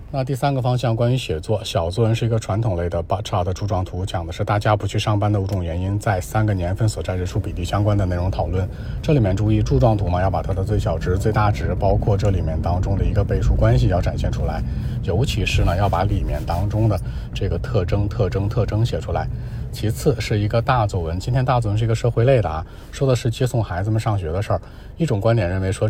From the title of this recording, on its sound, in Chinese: 考场录制/有杂音